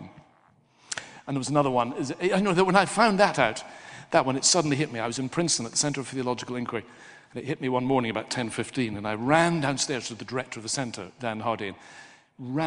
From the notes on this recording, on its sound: Recorded as part of a lecture. At St Mellitus College.